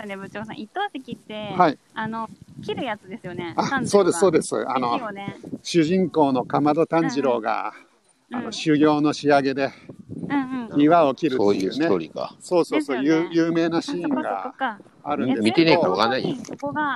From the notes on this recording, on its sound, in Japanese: Tokyo walk&eat radio LIVE。東京飛び出して鬼滅の里を散歩します。